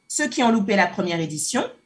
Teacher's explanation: On remarque une modulation de la voix sur chaque fin de mot · Term: contrastes mélodiques